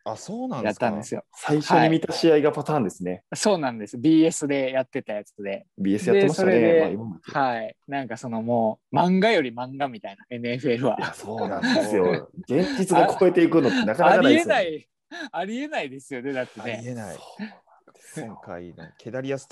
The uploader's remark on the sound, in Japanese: 今回は感染症対策でzoomにて実施しました